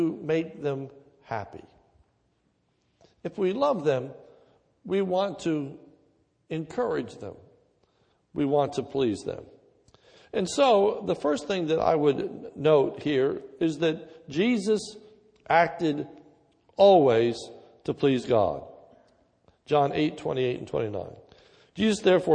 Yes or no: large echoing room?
yes